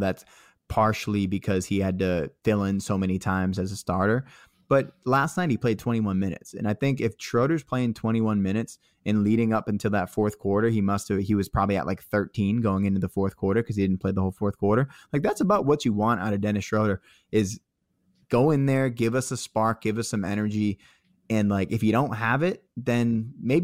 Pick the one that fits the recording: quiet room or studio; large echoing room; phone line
quiet room or studio